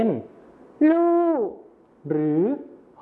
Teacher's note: การเปลี่ยนเสียงพยัญชนะต้นเดียวนะครับก็คือรอเรือในภาษาไทยมาตรฐานนะครับไปเป็นพยัญชนะต้นเดียวในภาษาถิ่นอีสานก็คือลอลิงกับฮอนกฮู้นั่นเองครับ